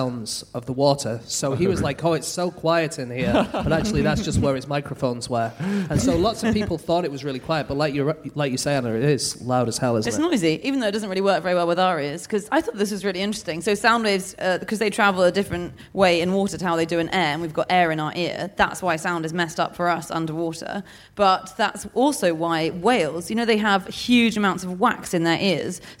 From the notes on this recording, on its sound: Live from Melbourne